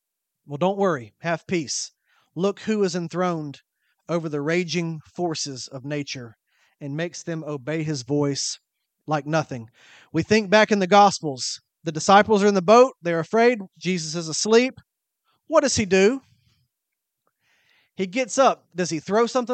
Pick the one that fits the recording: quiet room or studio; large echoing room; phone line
large echoing room